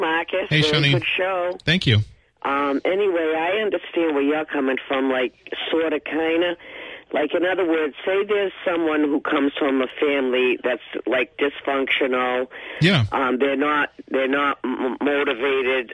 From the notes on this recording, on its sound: takes calls from the audience